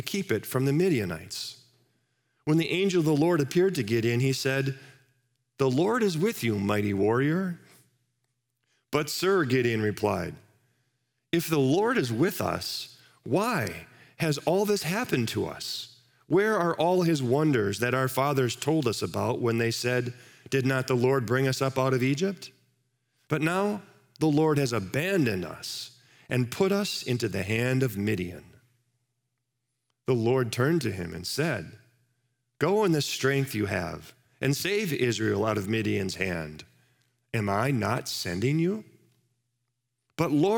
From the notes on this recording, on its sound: Live from our Celebration Ministry Center.